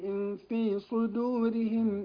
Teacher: إن في صدورهم نون ساكنة وبعدها الفاء هنا إخفاء حقيقي